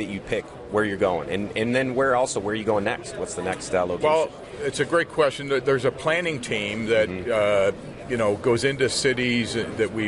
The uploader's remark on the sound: This past week, Lean Solutions was a proud sponsor for the AME international Conference in Dallas. Were there to attend, exhibit, network, and record some great interviews for the podcast.